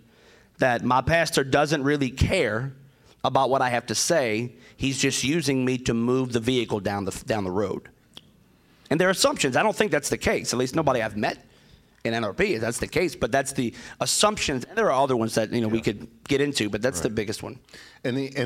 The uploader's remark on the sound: Session 6 from NRP's 2022 Winter Leadership Conference